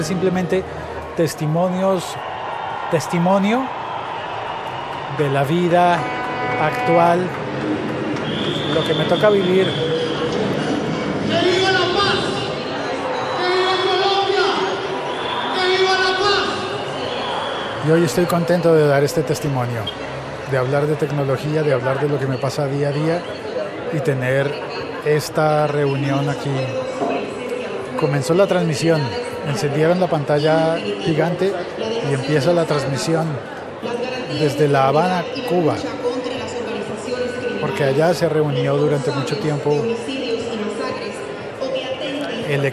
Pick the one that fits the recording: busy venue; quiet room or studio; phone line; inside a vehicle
busy venue